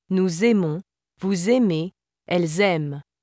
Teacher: Keep in mind that final S in liaison is pronounced as z.